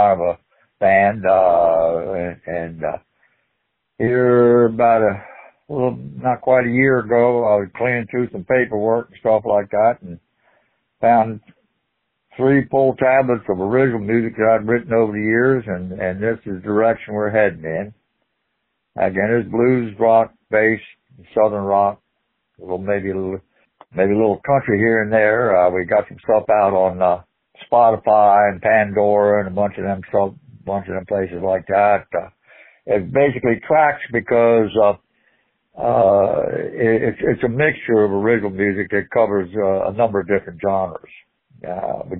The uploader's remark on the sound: call